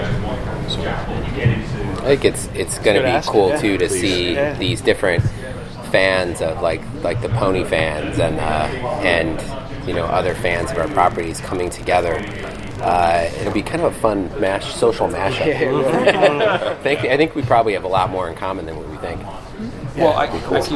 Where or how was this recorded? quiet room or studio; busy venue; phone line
busy venue